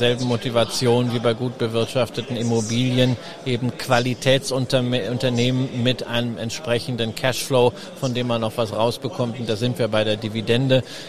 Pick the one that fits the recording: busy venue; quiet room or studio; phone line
busy venue